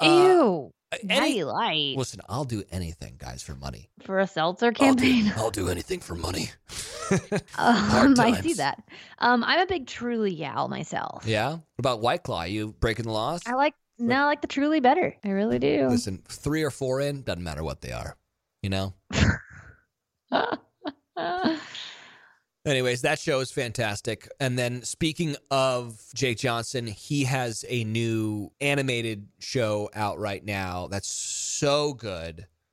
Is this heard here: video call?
no